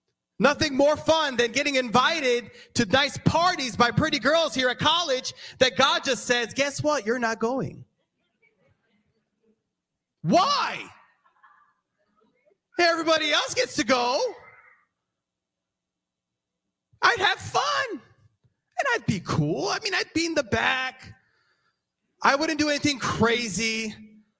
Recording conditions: large echoing room